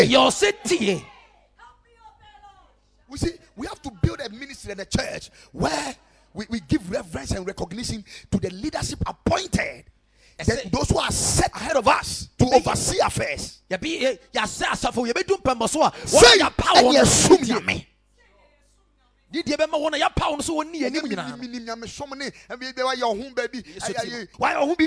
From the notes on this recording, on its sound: Preached at Ekklesia Chapel